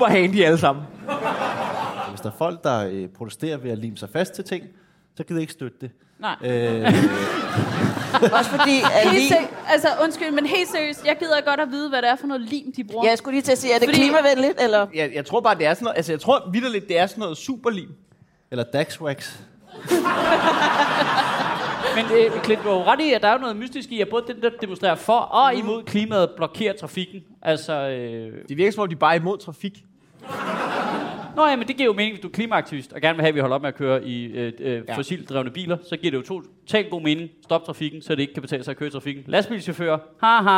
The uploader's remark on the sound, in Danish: Afsnittet er optaget live på Comedy Zoo